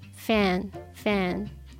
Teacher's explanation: F が上の歯で下唇をちょっと噛みながら空気を漏らすイメージです